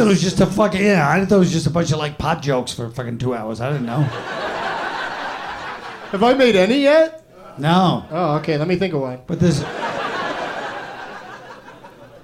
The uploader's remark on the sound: Live from The Punchline Comedy Club in Atlanta